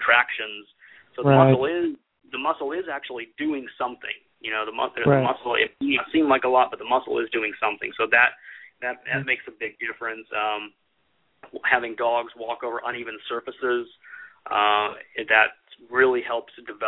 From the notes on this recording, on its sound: takes your calls live